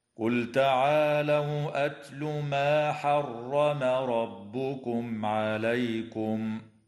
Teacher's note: لام الفعل في قوله تعالى قل تعالوا، حكمها الإظهار لوقوع التاء بعدها